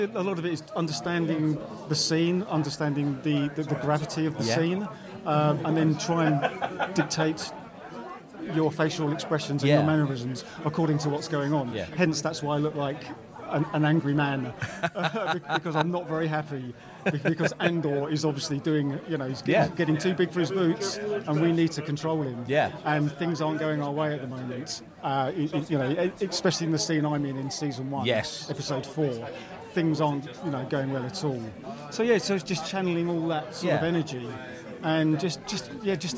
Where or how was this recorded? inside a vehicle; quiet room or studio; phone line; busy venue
busy venue